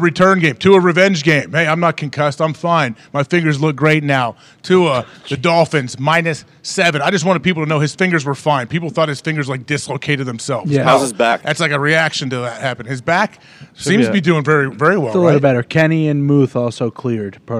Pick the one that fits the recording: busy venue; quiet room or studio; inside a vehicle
busy venue